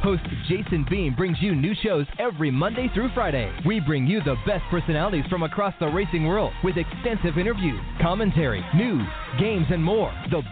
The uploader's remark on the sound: live from Hoosier Park Racing and Casino in Anderson, Indiana